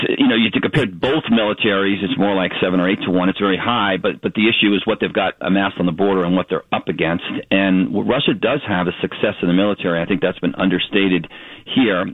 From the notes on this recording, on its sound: joins the show via telephone